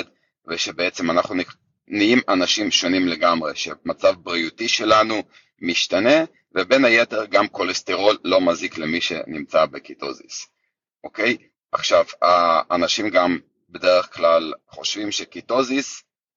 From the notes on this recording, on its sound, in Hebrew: זו הקלטה של שיחת לייב בקהילת פייסבוק שלנו - ״תזונה קטוגנית מחטבת״.